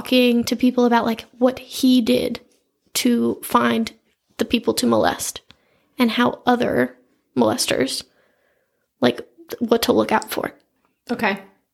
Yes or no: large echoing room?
no